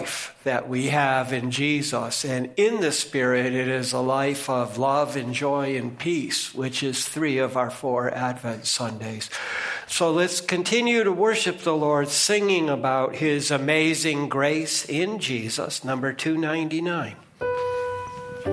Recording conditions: large echoing room